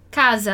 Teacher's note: Primeiro, na palavra casa, que é um S entre duas vogais. Que tem esse som de Z